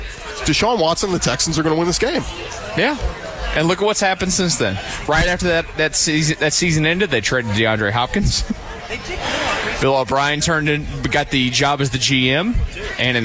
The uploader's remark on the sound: Live from Cactus Cove. A special episode broadcast live from the Cactus Cove crawfish boil.